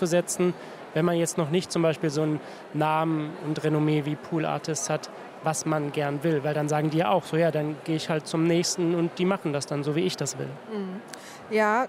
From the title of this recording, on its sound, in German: Live-Podcast von der Republica